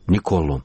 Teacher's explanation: И во Флоренции ударение на последний слог.